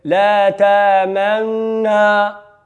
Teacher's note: هو إدغام أدغمت نون في النون، ولكن لا بد فيه من يصحبه إشمام. لا تأمننا، ولكن خصك بحال بتقول الزمن هنا شبه ما منعدم في الإدغام عندما تشير معه إلى إشمام.